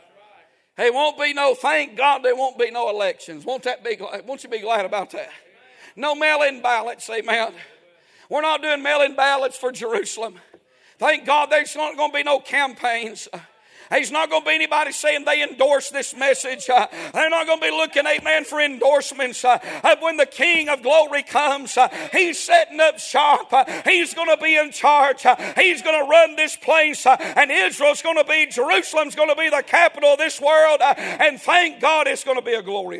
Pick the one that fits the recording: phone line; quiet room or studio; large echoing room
large echoing room